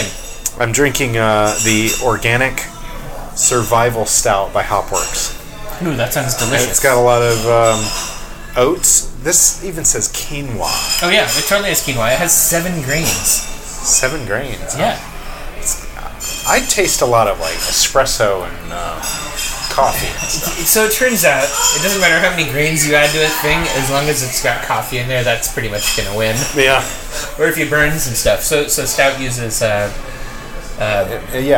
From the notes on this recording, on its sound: We recorded this episode at Hopworks Urban Brewery. We recorded this episode at Hopworks Urban Brewery and tried a number of their beers.